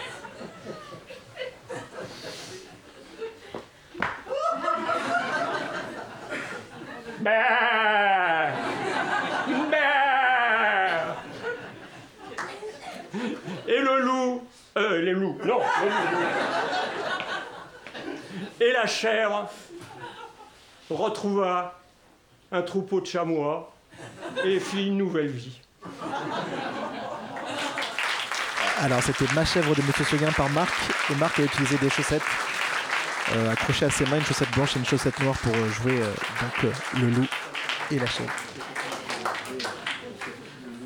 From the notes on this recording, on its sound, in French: Émission de lecture en publique Enregistrée le 13 Novembre à la Librairie des Signes à Compiègne. Avec les acteurs de l'atelier Théâtre du Le Bord de l'Eau.